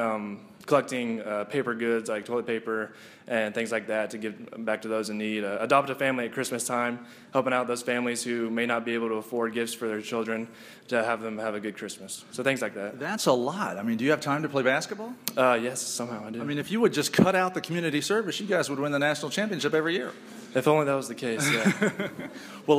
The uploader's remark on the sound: Live at K-State. We begin this show in front of a live studio audience at K-State.